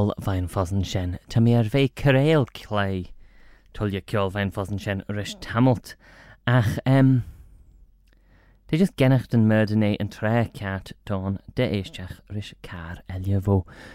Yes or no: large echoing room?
no